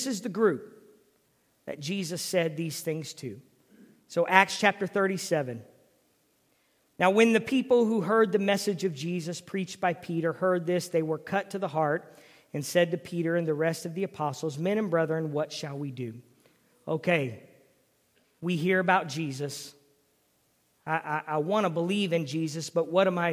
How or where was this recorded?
large echoing room